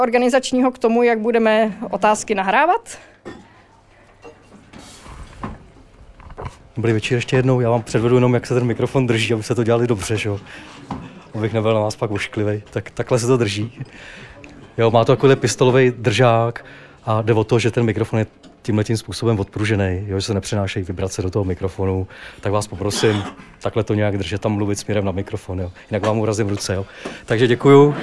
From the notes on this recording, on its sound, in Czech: Science Café. Kavárna Potrvá, Srbská 2, Praha 6.